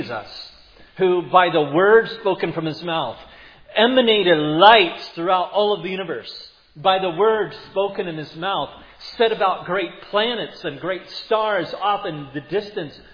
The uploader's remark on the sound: preached at Providence Church